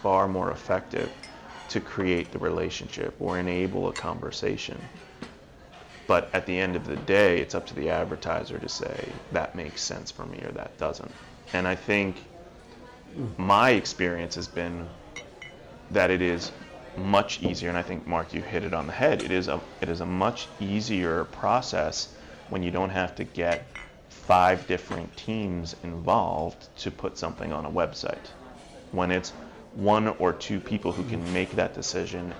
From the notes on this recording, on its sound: We join them in a breakout at PI Live.